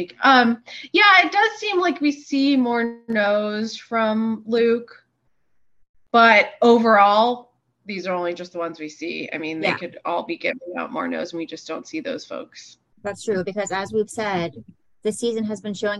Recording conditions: video call